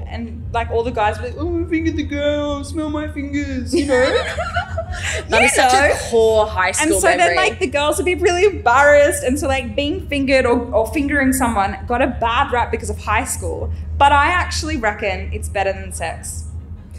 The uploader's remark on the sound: coming to you from our Splendour in the Grass LIVE SHOW!